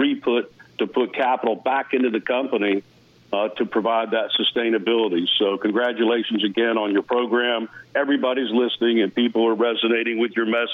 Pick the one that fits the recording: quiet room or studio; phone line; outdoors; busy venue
phone line